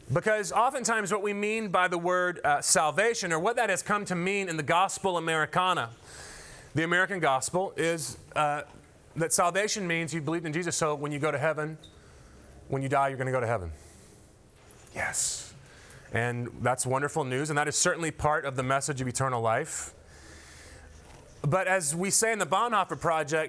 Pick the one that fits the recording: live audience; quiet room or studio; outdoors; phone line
live audience